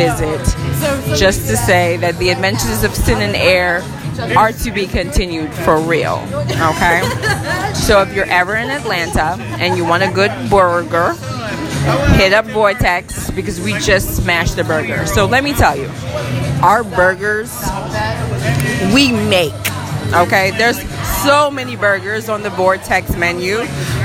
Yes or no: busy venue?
yes